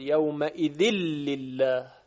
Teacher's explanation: که تنوین در لام لله باید ادغام شود